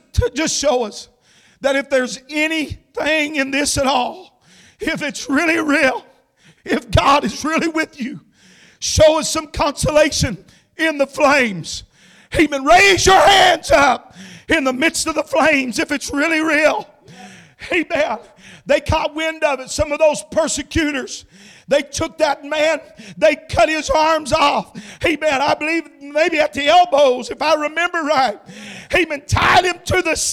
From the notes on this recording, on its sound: Shares an encouraging message with the congregation at Landmark Holiness Church.